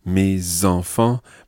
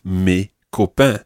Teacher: the S of mes follows on and you pronounce it because it's followed by an E · Shown in: first take · So mes enfants. · Term: liaison